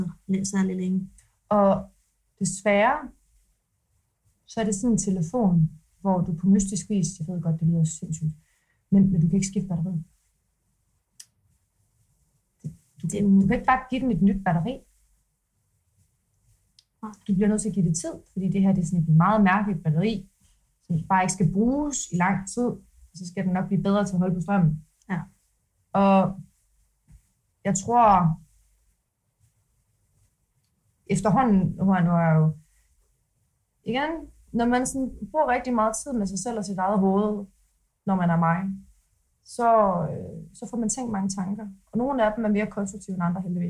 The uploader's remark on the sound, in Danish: Undskyld for den ringe lydkvalitet og de svingende niveauer af jingles, vi arbejder på sagen og er ved at samle komponenterne til et ordentligt studie setup.